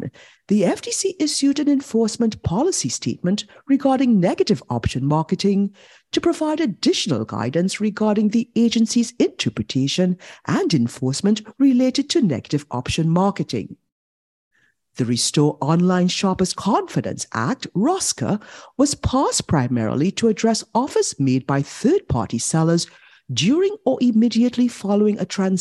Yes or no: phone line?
no